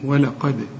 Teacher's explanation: إذن هنا ما تقولش ولقد ولا، لا زي ما تقول ولا، شوف ولا، هنقول ولا قا، القاف المفخمة وقلقل الدال